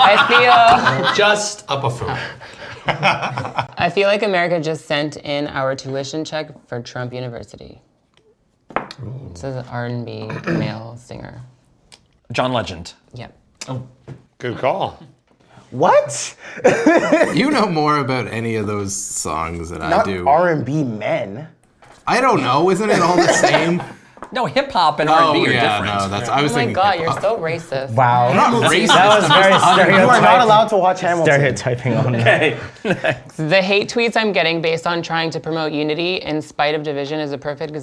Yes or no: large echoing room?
no